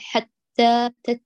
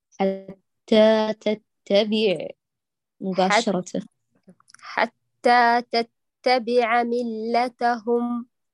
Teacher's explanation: أي اعتني بالتاء المشدد، لا نقول حتى تت، لا تعملي سكتة محل الشدة، بل أعطيها زمن الانحباس وانتقلي للثاني مباشرة · Shown in: second take